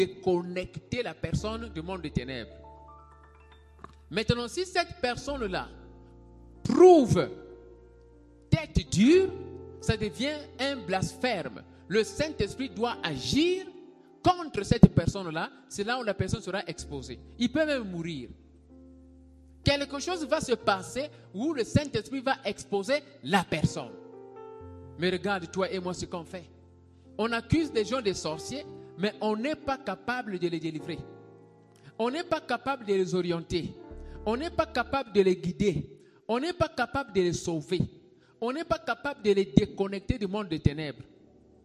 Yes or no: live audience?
yes